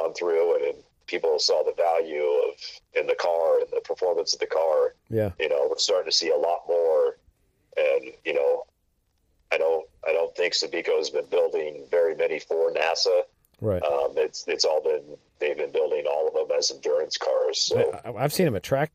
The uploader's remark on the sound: gets on the phone